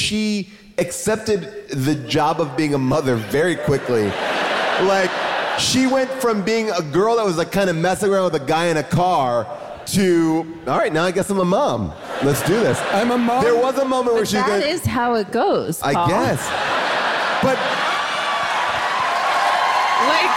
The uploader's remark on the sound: Recorded live from Vancouver